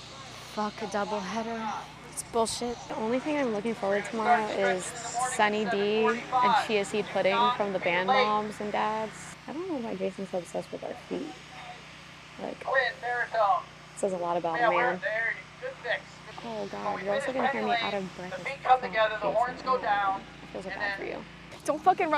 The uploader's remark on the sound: highlights from mic'ed up members of the UNH Marching Band during our 2023-24 Road show